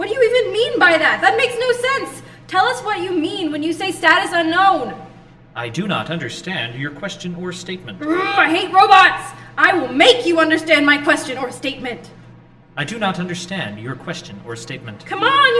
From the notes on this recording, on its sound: Originally Recorded Live at Packrat Comics